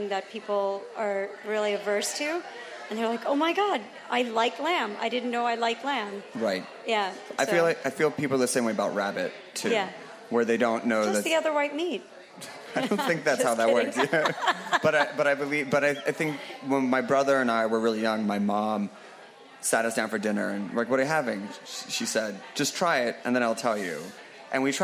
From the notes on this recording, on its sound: Live from Northside Fest. Hosts a very special live taping at Brooklyn's 9th annual Northside Festival.